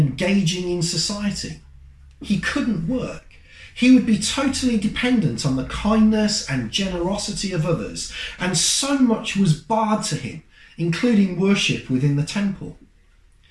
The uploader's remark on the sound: Audio of the sunday service 19th April